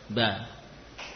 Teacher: Misalkan huruf ba, ba yang fathah kita lafadzkan bermula dari makhrajnya, bibir atas dan bawah dipertemukan lalu dibuka · Term: ba yang maftuhah